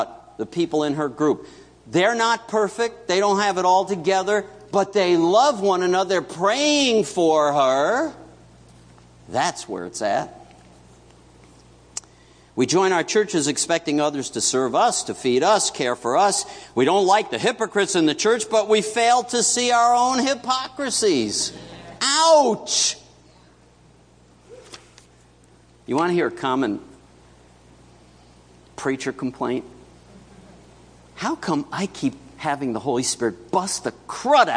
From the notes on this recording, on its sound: September 24 2017 Morning Worship.